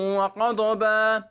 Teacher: وقضب لا نقلقل الضاد وإنما هي استطالة، تفخيم واستطالة